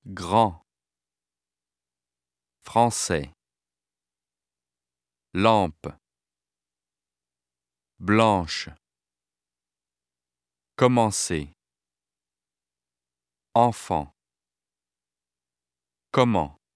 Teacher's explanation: These four spellings represent a nasal vowel sound similar to the English vowel of don, but with a vowel heavily nasalized and without a pronounced N. We will represent this sound as E tilde.